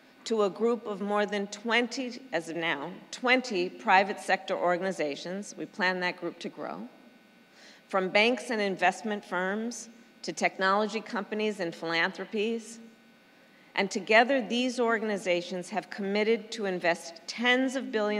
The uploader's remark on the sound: Addresses the White House Tribal Nations Summit. At the event, which was held at the Department of the Interior in Washington, D.C.